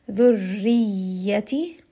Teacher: Dhurriyati, so you can hear there's a little bit of emphasis on the ya because of that shadda.